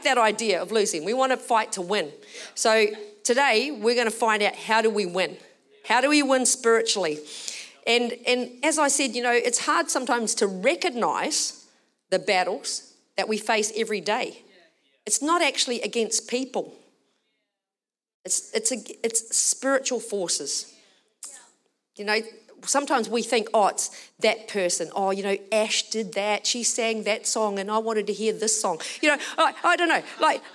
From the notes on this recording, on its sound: Recorded during our Melbourne service on Sunday, the 27th of August 2023.